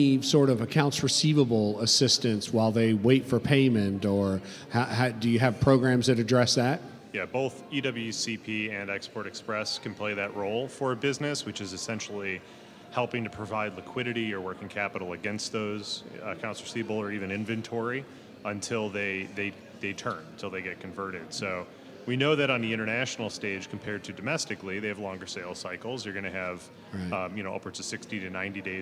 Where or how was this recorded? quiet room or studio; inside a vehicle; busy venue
busy venue